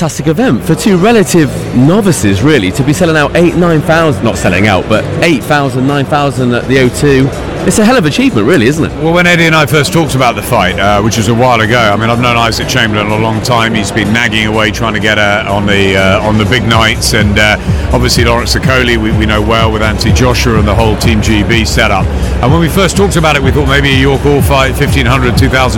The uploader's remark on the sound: Live from The O2 Arena in London for 'British Beef'. Starting in the lounge where we give our pre fight thoughts before we head ringside.